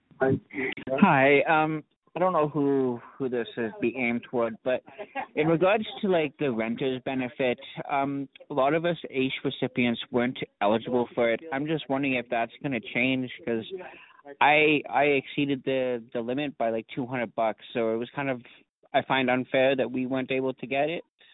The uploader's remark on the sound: interactive telephone town hall